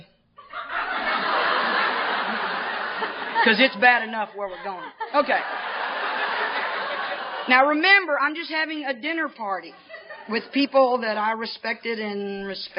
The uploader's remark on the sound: Speaking at the eighth annual Cornhusker Roundup in 2005.